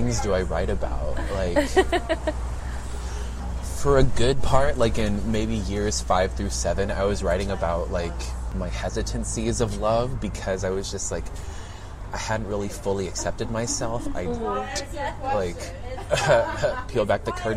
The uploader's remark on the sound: Recorded at Campesino Coffeehouse, Houston.